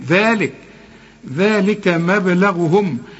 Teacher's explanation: في ألف بعد الذال علشان تطلع لسانك وتمد ألف كاملة. ذلك، ذلك مبلغهم، أدي الباء جت لنا عليها سكون لازم نقلقل.